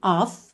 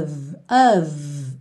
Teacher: Com somzinho de V, tá vendo? Nem tem um O tão desenhadinho e nem tem o som do F. · Shown in: second take